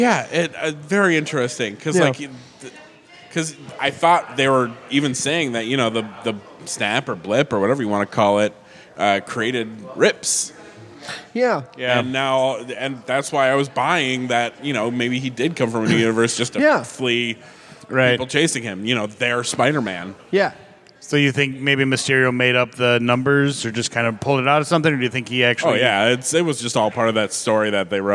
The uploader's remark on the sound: Live to tape from CONvergence 2019!! This episode is our annual unedited recording from CONvergence (Minneapolis) where the guys sat in the lobby of the hotel and talked their normal nerd talk.